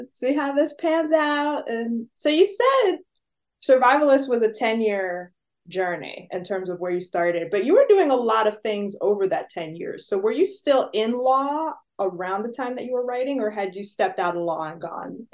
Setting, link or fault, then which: link, video call